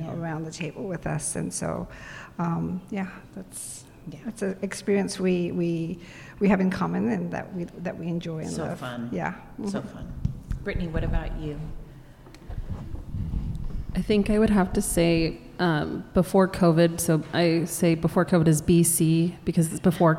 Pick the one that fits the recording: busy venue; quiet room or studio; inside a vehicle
busy venue